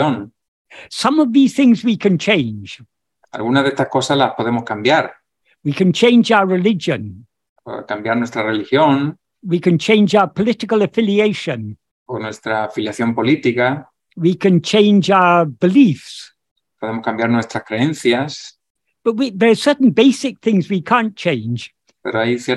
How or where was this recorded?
video call